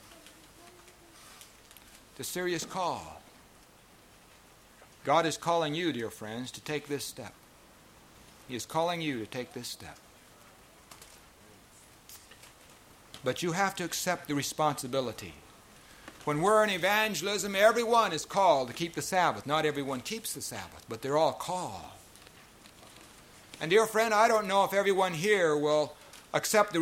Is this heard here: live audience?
yes